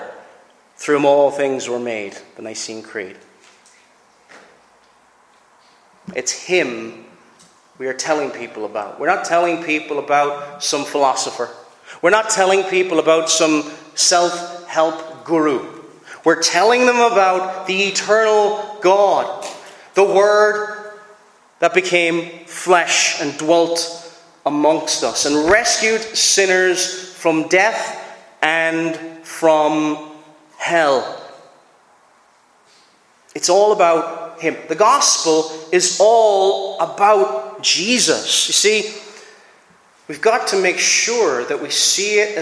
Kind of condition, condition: setting, large echoing room